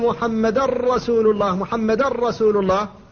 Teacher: أدغمت النون إدغاما خالصا في الراء · Term: الإدغام الخالص